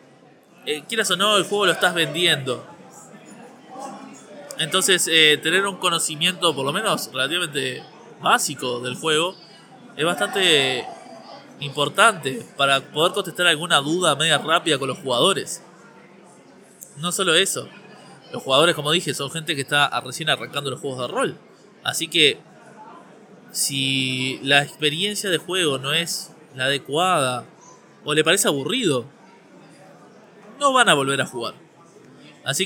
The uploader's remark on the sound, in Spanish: Grabado desde el Montevideo Comics